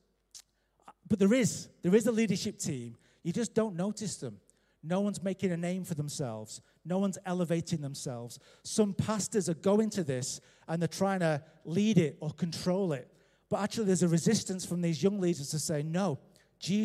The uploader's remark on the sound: Recorded live at Life Church Lancashire.